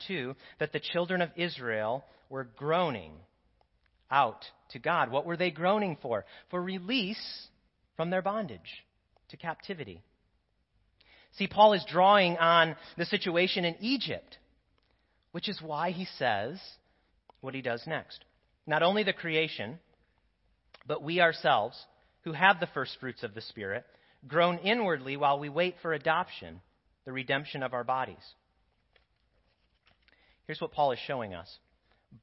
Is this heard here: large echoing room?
yes